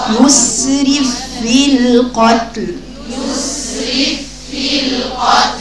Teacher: يعني الفاء الثانيه تبقى مشدده لان في ادغام